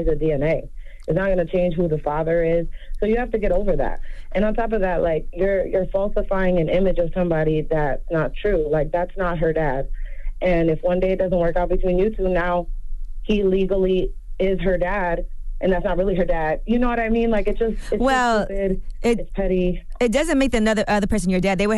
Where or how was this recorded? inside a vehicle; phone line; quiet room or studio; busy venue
phone line